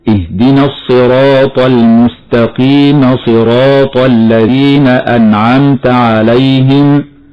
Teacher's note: والياء هنا في كلمة المستقيم تمد وصلا مدا طبيعيا